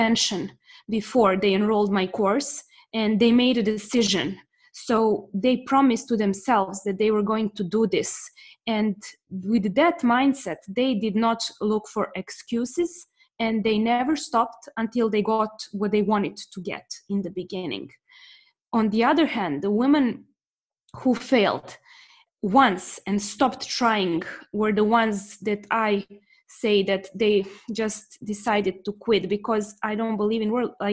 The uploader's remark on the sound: Recorded live in a free webinar organized by my online school for Business English - English for Success.